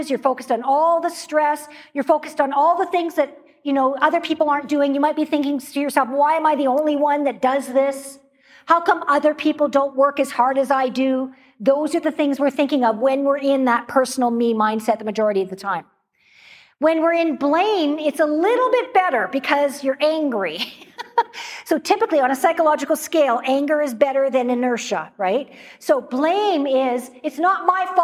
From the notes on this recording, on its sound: In this episode from a live stage event.